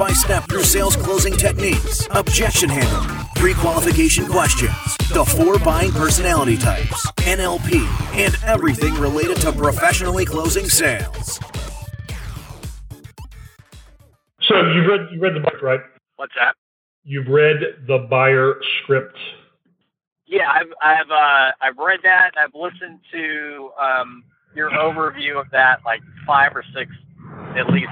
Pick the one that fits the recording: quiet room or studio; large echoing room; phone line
phone line